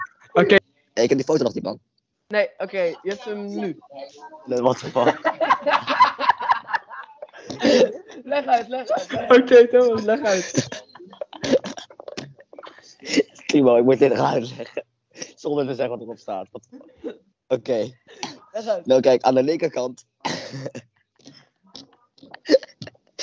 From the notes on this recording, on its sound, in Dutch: het slechte geluid